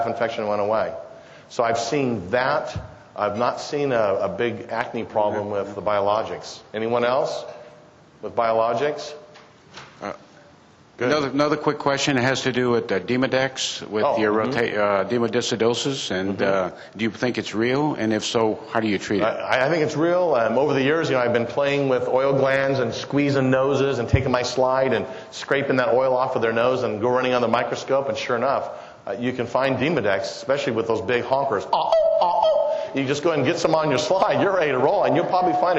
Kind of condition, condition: setting, live audience